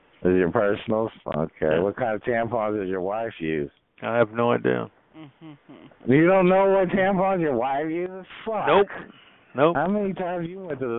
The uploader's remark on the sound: Conference Call